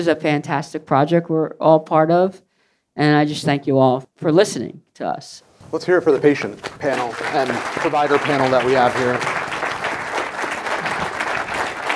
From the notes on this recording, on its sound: LIVE in New Orleans. We're LIVE from New Orleans, Louisiana! Listen to our live podcast panel.